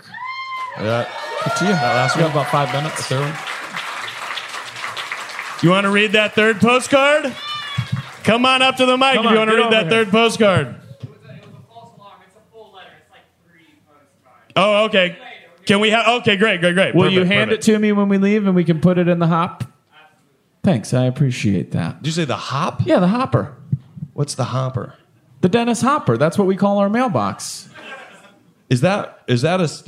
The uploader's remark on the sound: This week we come to you live from Red Clay Comedy Festival. From the audience.